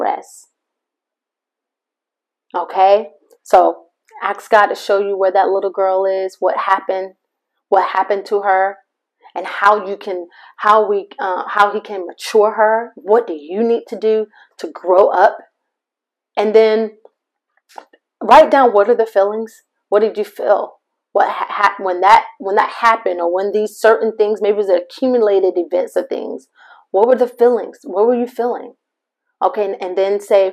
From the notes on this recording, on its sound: MY APOLOGIES FOR THE MIC QUALITY!